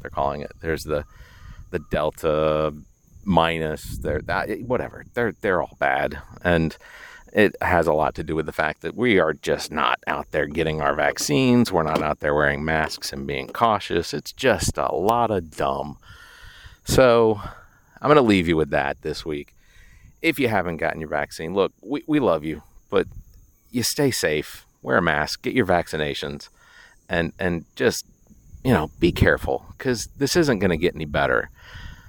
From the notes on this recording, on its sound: Sounds Studio, but instead recorded live from the middle of Gibson Pond in Lexington South Carolina.